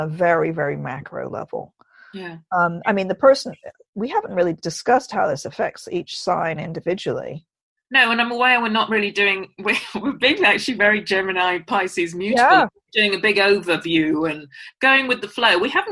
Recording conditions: video call